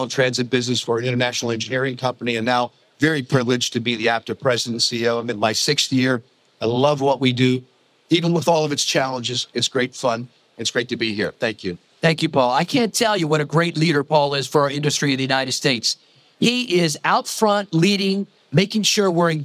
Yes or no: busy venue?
yes